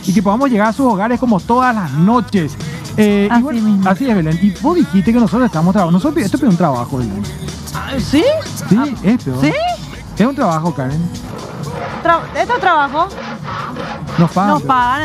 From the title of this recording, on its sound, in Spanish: EN VIVO DESDE MCCARTHY'S